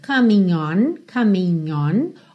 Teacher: Ele juntou coming com on pelo N, porque esse G não é pronunciado